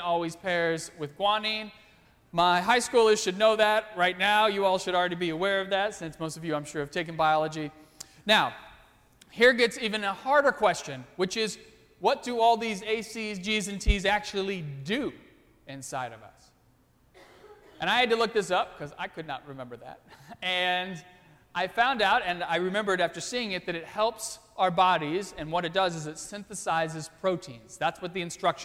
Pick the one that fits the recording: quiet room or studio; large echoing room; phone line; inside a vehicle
large echoing room